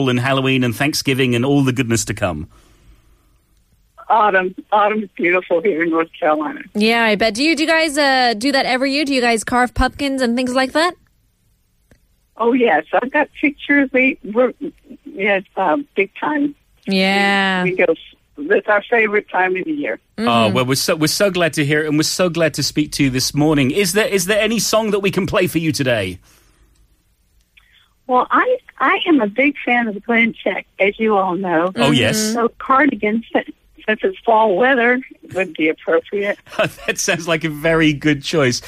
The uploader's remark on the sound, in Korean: 청취자 전화연결